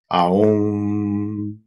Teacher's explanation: The U, aum, from the middle part of the vocal region, the palate, and the M is labial and nasal